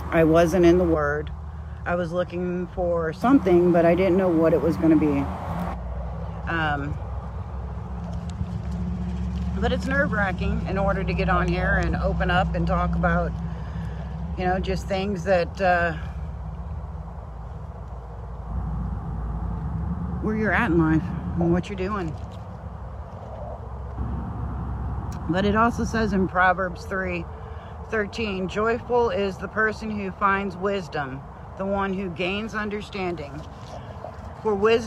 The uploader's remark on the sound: Brown Bag In The Van.